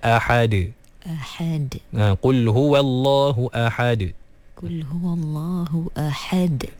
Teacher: A, kemudian ha dikeluarkan daripada kerongkong pertengahan. Dan juga dal diqalqalahkan.